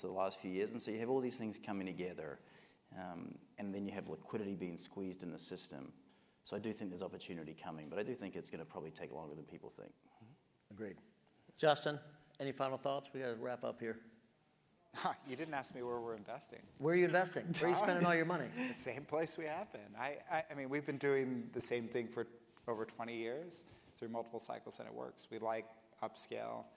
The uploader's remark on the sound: One of the most popular sessions held each year at the HUNTER Conference, Wall Street Talks.